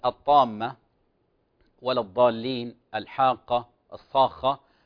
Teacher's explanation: فهذه مد لازم، مد لازم يمد ست حركات